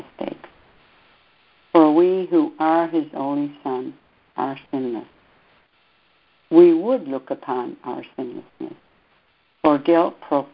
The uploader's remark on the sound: ACIM Daily Conference Call